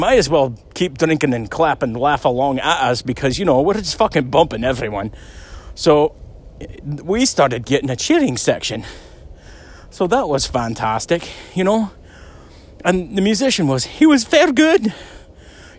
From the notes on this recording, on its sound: A ghost story recorded on a hike through FW Kent Park.